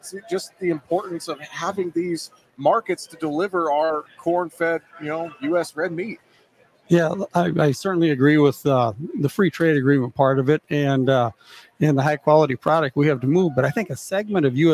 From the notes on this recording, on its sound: We broadcast live from Commodity Classic with the National Corn Growers Association.